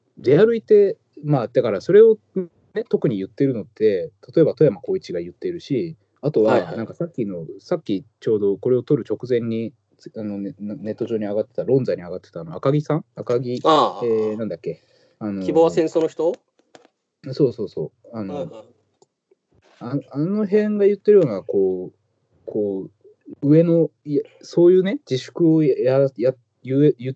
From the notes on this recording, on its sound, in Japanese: 今回はCOVID-19流行に対応して「リモート録音」をしました。